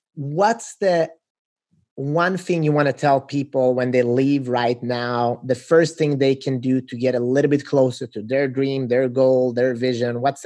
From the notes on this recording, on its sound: I sat down virtually